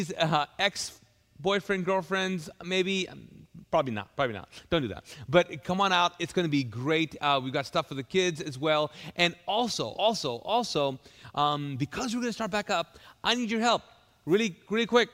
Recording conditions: large echoing room